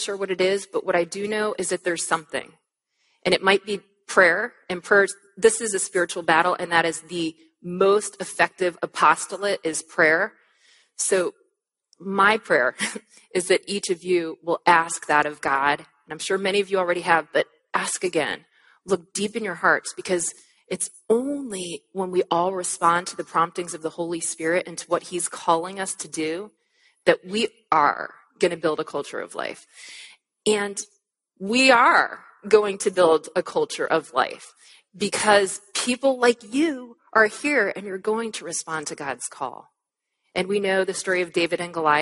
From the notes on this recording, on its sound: At the Evangelicals for Life Conference